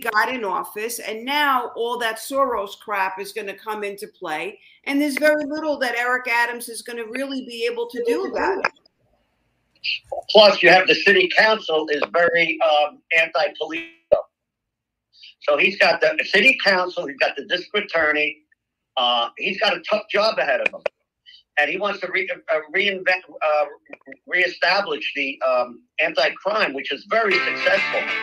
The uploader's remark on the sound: Please disregard audio problems